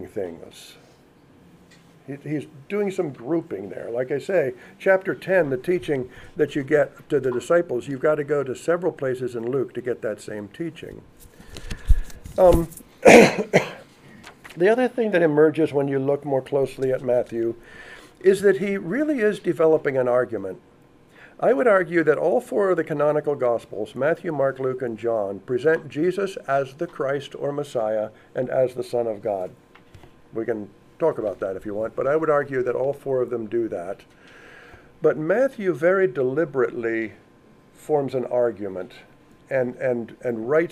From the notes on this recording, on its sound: audio of a lecture delivered on Tuesday, March 29th